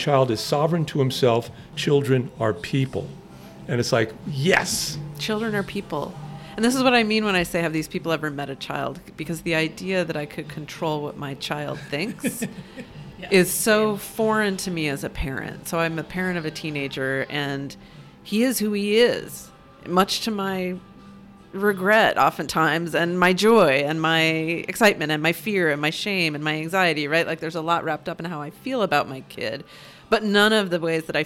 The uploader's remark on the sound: This conversation was recorded at Gebhard's Beer Culture Bar. This conversation was recorded at Gebhard's Beer Culture Bar.